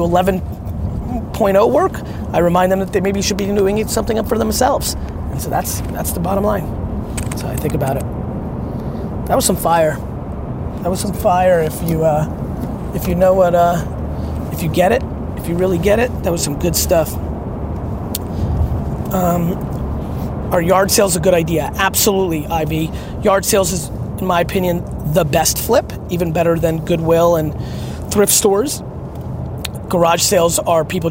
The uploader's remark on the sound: Here's a Q&A I did while in the car back from the airport.